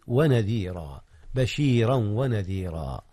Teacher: أدغم تنوين بشيرا في الواو التي هي حرف العطف · Term: الإدغام